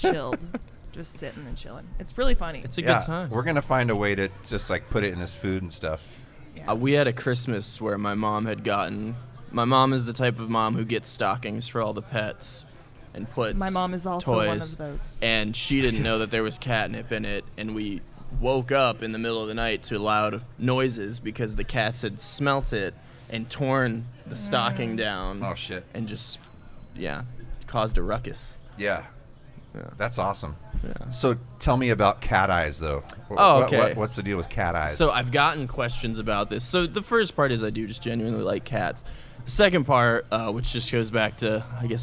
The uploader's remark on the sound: This bonus episode is from a live recording of The Groove Life Podcast that originally took place at Hospoda in Cedar Rapids on June 23rd, 2023. From our live show back in June - a short interview (followed by a musical performance).